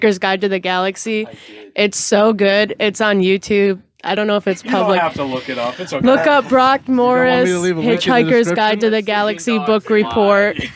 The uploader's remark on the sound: We have another great in person interview for you guys! Outside of The Music Factory in Battle Creek, Michigan. This is certainly the most unique interview location that we have used to film an episode.